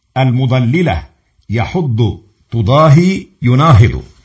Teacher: ومخرج الضاد هو ما بين إحدى حافتي اللسان وما يحاذيهما من الطواحين والأضراس العليا